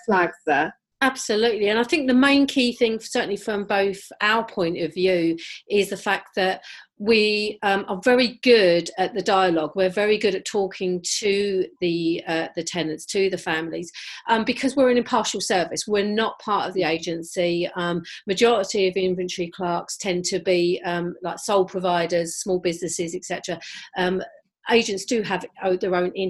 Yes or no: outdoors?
no